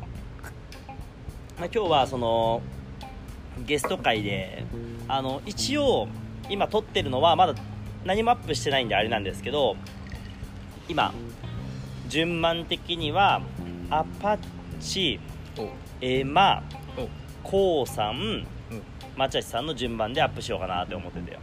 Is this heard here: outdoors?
yes